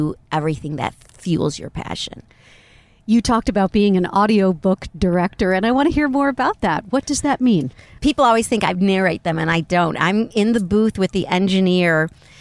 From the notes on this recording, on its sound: Recorded in my rental car, in the parking lot of a hotel beside a highway in Thousand Palms, California.